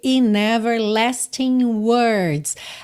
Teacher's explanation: Aqui, a gente não pronunciou o G de everlasting. E repara que a junção de everlasting e words ficou com aquele som nha, nha, como NH em português.